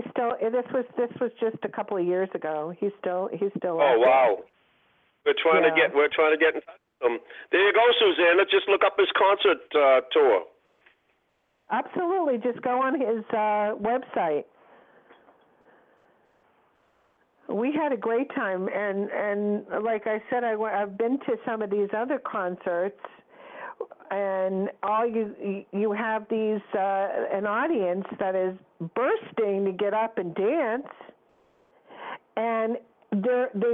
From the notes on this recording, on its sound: surprise guests are expected to call